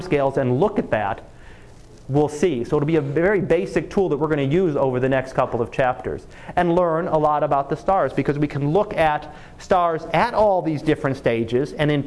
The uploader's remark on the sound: Live Class Lecture